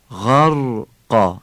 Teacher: غین رو باید نرم بگیم، قافو باید سفت بگیم. غرقا، غینی که نرمه قابل کششه، اما قاف که محکمه غیر قابل کششه. اینجا الف غرقا در حالت وقف، این الفی که به جای تنوین در وقف خوانده میشه، این تفخیم میشه، یعنی نمیگیم غرقه، مثل الف نازعات.